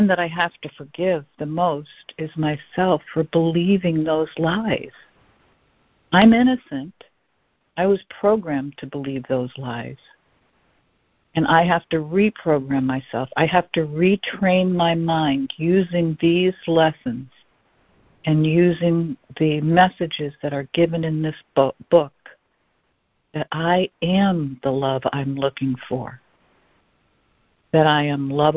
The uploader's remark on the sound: ACIM Daily Conference Call